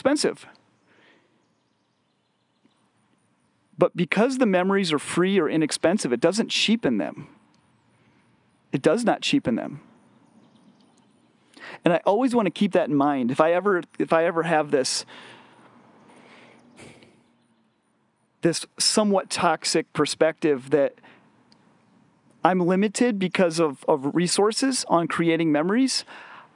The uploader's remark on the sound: Recorded while on a family camping trip in the Black Hills of South Dakota.